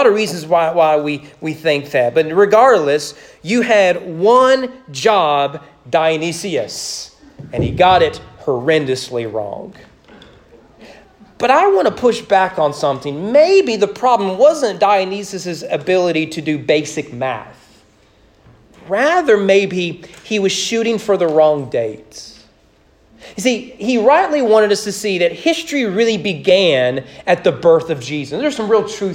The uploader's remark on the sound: Sermon preached on Easter morning, April 17, 2022, during morning worship at East Frankfort Baptist Church